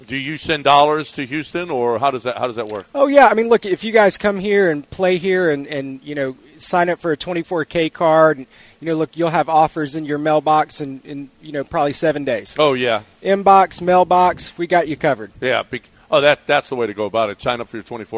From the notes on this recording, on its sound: LIVE from Golden Nugget in Lake Charles